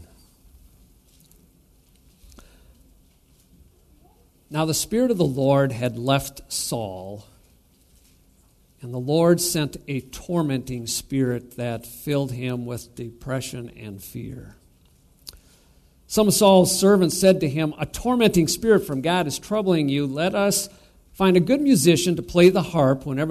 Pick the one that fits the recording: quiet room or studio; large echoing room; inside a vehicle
large echoing room